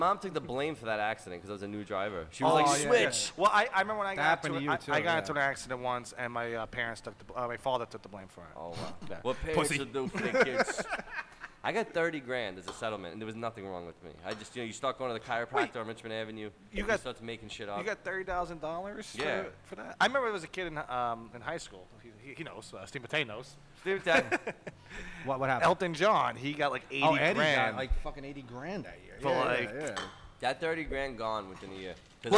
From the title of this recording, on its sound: Live at Joe Broadways